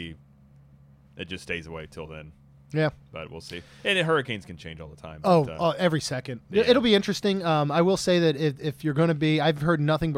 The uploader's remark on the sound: on location at Disney World!